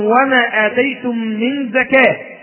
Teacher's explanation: الزكاة إذا وقفت عليها تقف عليها بالهاء · Term: هاء تأنيث